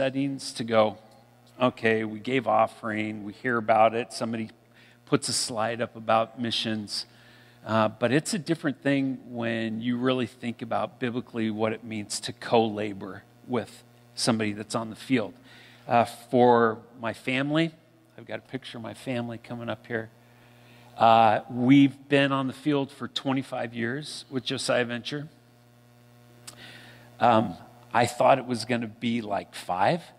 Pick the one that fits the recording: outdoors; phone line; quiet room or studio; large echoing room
large echoing room